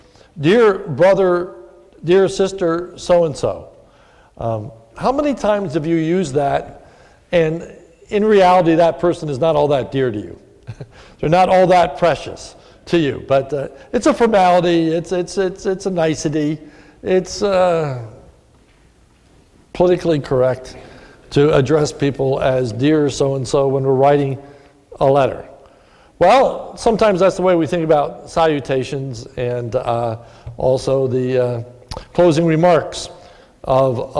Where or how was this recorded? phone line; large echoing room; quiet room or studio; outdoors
large echoing room